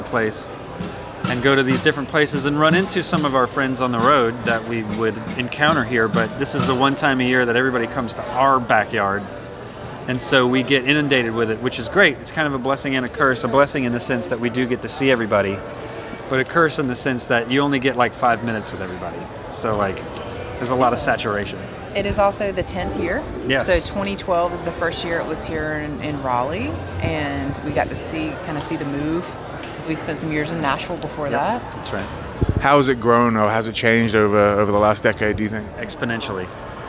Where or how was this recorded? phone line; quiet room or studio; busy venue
busy venue